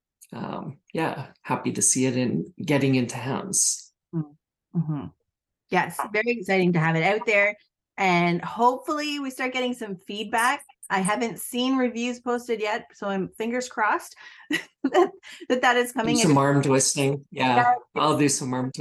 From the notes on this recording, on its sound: A live Zoom